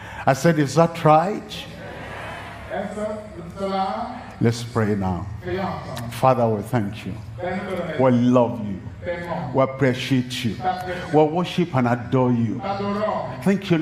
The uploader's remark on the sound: live from Douala, Cameroon.